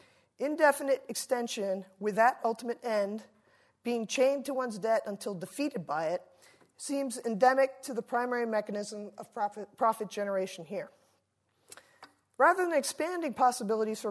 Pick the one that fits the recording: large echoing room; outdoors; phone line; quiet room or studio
large echoing room